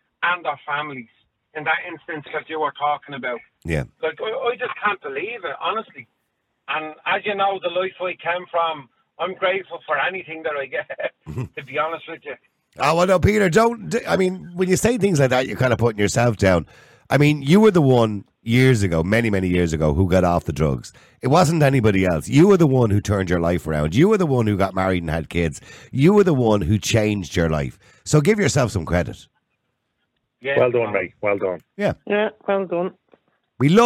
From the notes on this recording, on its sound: opens up the phone lines, inviting listeners to share their perspectives on this pressing matter.